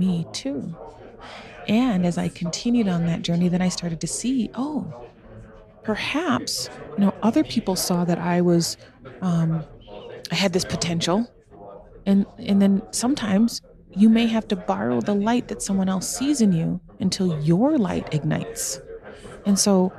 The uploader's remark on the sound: Today we are live from Park City, Utah at the GoBundance event